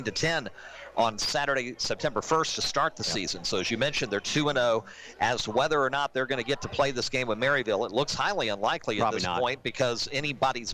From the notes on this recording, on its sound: live from SportsPage Grille in Ashland